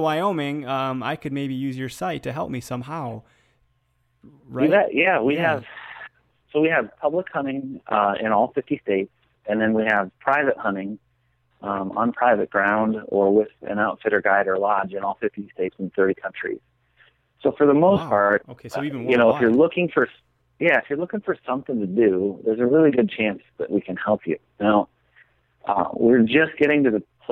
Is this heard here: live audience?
no